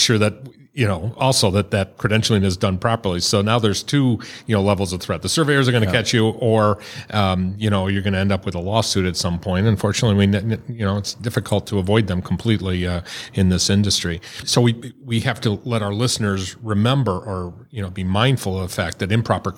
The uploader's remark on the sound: Live from the Ohio State Association Meeting